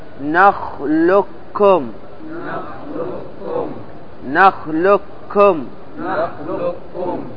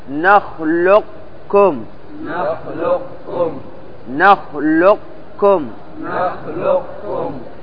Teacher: إذن معنى إبقاء صفة القاف وهي الاستعلاء والإتيان بعدها بالكاف، هذا يسمى إدغام ناقص · Shown in: second take · لأننا لم نذهب الحرف صفة ولا ذاتا، بل أبقينا الصفة، فإذا بقي شيء من الحرف يقال له إدغام ناقص، وإذا ذهب كله مع صفته يقال له إدغام كامل.